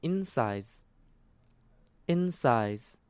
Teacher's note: 最后的 s 要念的有点像 z 的 z